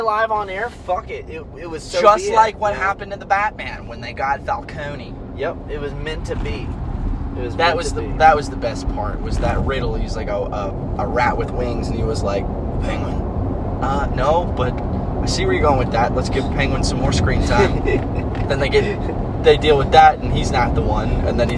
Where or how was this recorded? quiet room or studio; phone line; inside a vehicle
inside a vehicle